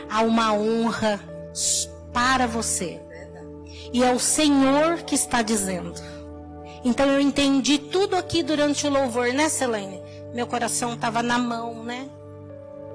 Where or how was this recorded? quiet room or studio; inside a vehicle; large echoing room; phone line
large echoing room